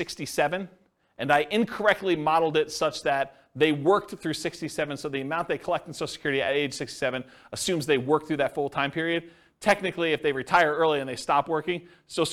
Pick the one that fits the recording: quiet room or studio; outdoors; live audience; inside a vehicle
live audience